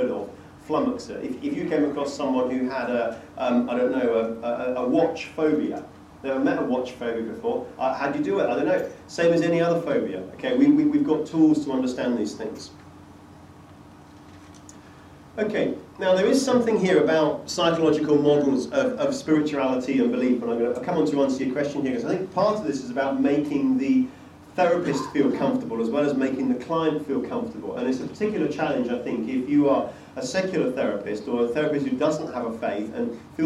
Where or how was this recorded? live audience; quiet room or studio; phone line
live audience